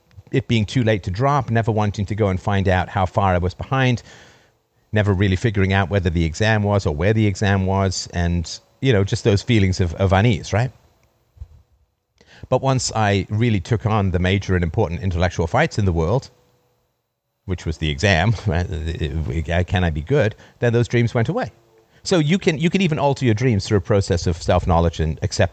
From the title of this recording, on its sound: Freedomain Call